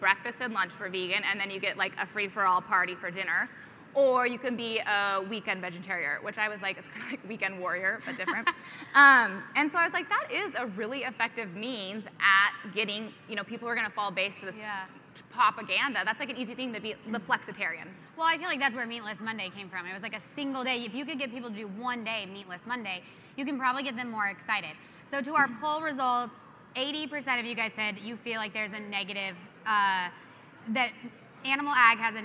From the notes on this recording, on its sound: LIVE FROM PUERTO RICO! Going LIVE from the American Farm Bureau Convention in Puerto Rico. Live Q &.